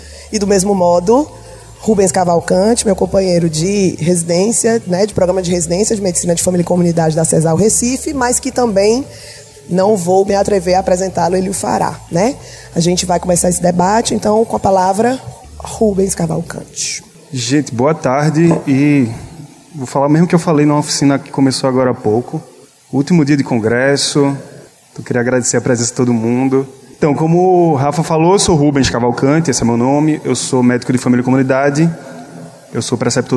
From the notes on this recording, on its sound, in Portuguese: Gravado durante o 17º Congresso Brasileiro de Medicina de Família e Comunidade. Apoio Técnico da gravação e captação de Áudio: equipe da organização do congresso Brasileiro de Medicina de Família e Comunidade.